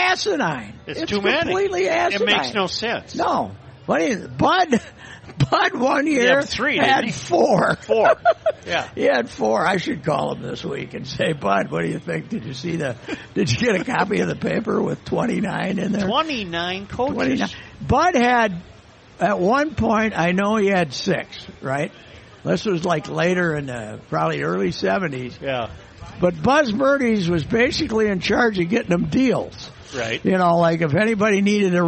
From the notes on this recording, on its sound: Broadcasting live from the MN State Fair.